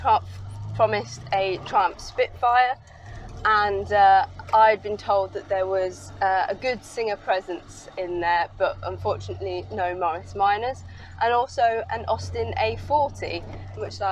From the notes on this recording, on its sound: all recorded from my 1968 Morris Minor, Peggy